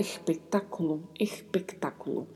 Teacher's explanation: Espectáculo. Em algumas localidades, essa letra S aí da primeira sílaba acaba ficando assim um tanto quanto suavizada, como se fosse um leve som de R.